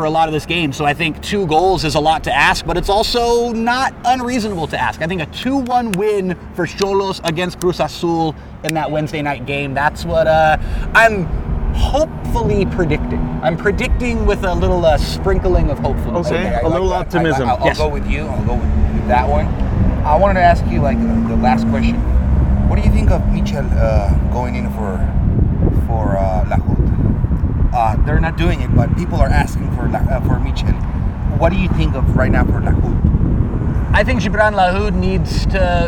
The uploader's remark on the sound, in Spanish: Nos fuimos al Estadio Caliente a platicar.